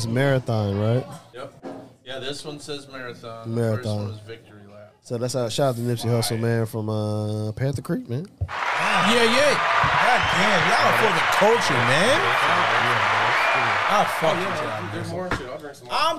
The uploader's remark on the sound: On today's show, we live at Panther Creek Brew's.